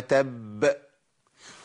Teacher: الباء المشدده الموقوف عليها بتاخد معايا زمن، زمن ايه؟ بتاخد زمن الحرفين، يعني باخد زمن الساكن والمشدد لكن بجيب حرف واحد بس بزمن طويل شويه، اقول وتب. · Term: القلقله